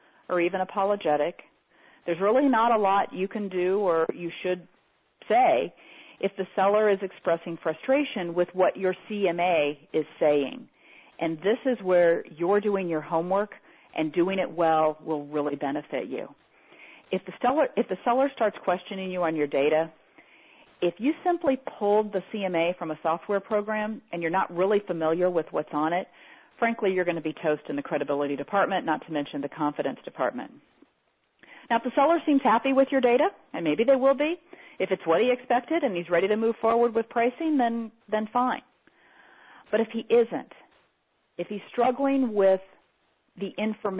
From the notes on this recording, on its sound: Teleseminar Recording.